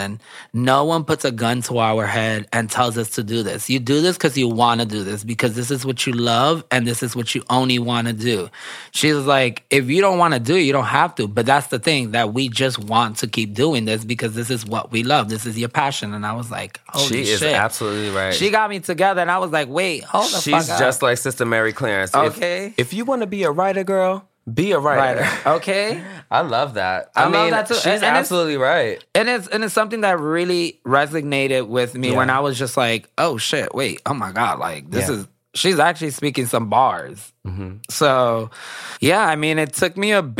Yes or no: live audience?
no